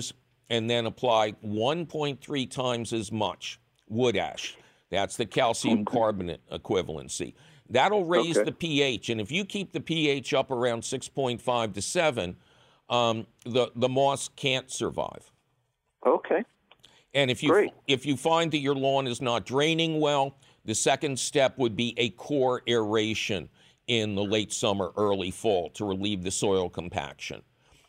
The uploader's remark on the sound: Otherwise, it’s a fabulous phone call show!